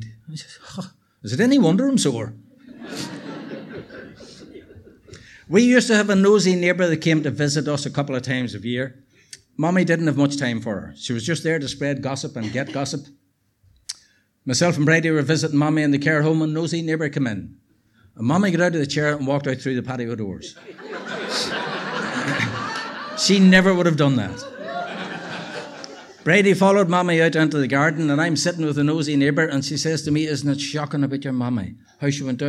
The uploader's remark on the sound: The November Black Box event was hale & hearty. Tenx9 is a live storytelling event where nine people have up to ten minutes each to tell a true story from their own life on a particular theme. It began in Belfast in 2011 in the Black Box.